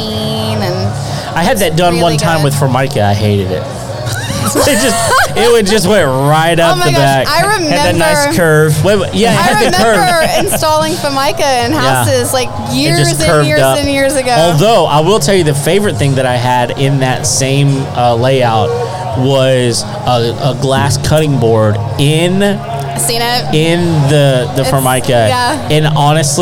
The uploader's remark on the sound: LIVE at Sawyer Park. At a live event in Spring TX.